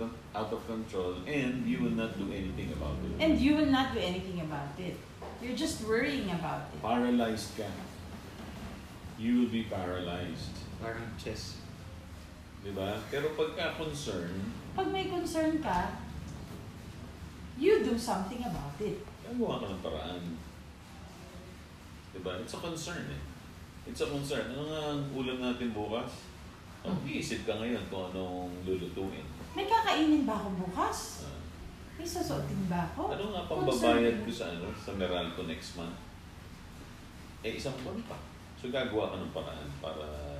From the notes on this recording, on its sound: I apologize in advance if the audio is bad